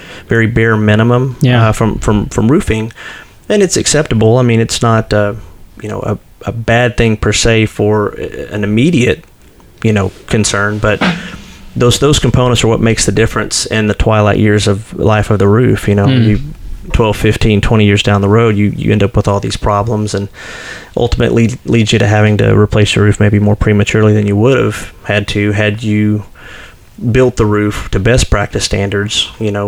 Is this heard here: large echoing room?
no